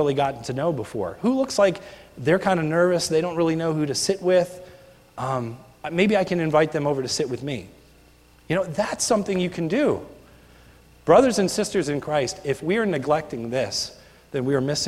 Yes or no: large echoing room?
yes